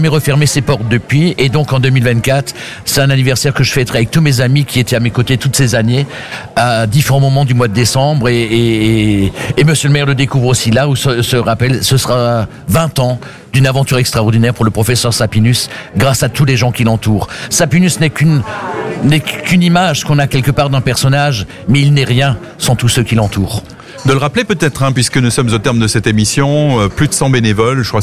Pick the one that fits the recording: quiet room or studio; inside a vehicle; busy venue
busy venue